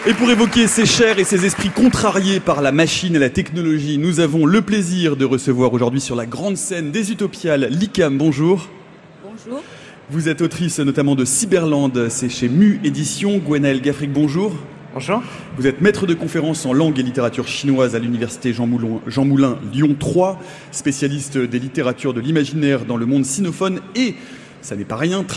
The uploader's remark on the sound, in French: Emission enregistrée en direct du Festival des Utopiales.